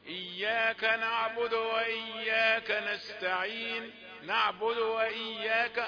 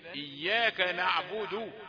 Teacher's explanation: كمل الضمة، نعبد حركة كاملة · Shown in: second take